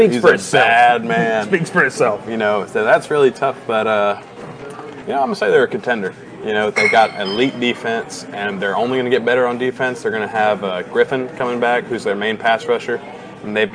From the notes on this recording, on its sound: Live from Moe's BBQ in Rome, GA.